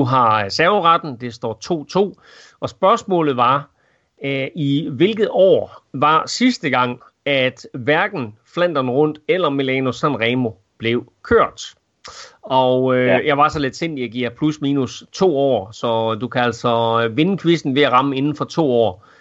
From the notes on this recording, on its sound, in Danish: Optaget via Skype. Lydniveauet er noget dårligere end sædvanligt.